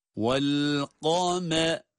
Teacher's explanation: Kaf kalın, mim ince. Sonra ra essesiyle.